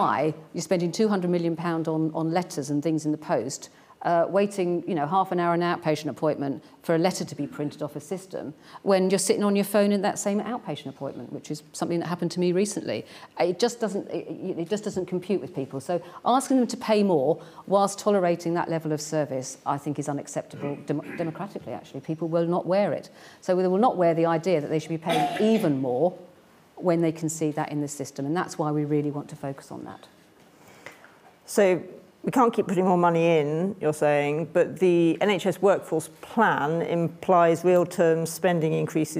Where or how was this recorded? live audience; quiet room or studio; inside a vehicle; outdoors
live audience